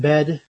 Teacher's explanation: the e is raised regarding the rp e